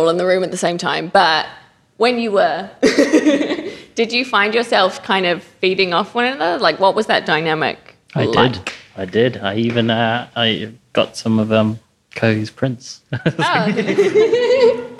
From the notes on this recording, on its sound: This episode is a recording of the artists' panel from the Open Studios Summer Residency Closing Showcase, recorded live in the Arts Village.